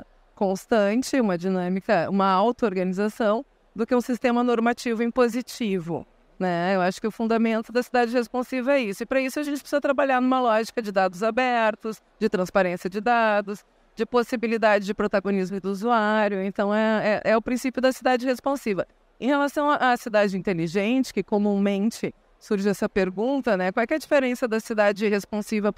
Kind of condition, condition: setting, busy venue